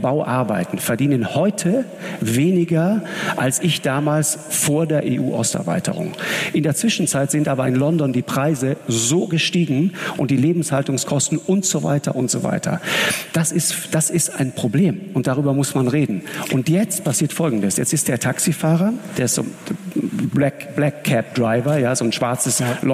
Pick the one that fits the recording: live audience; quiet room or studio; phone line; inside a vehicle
live audience